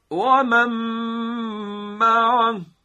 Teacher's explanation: دقت فرمودید که به اندازه دو حرکت هم ما کشش میدیم به صدامون، صدای غنوی خودمون. ادغام نون در واو. · Term: ادغام نون در میم